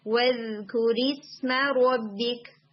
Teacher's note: رَوْ کی کسرہ اور شارٹ رکھیں گے